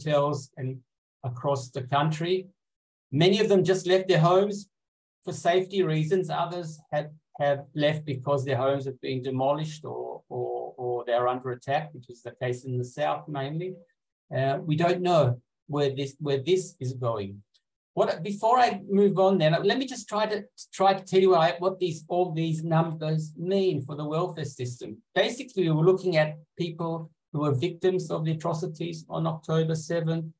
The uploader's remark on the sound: in this recorded webinar